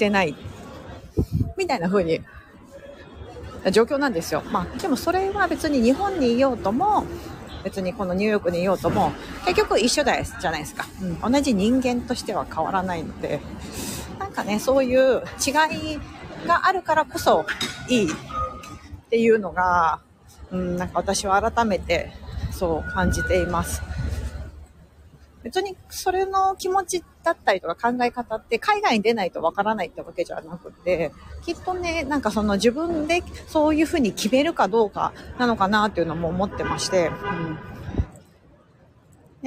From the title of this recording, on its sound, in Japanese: NYマンハッタンを歩きながら